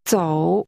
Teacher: This word is pronounced with a falling, rising tone.